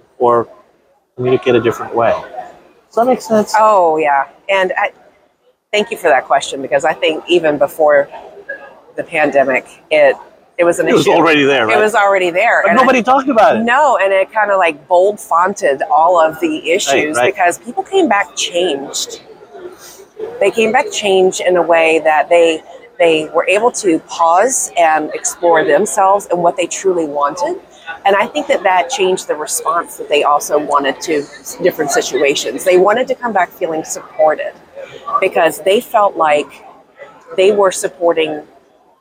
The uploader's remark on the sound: live at ADA Smilecon 2022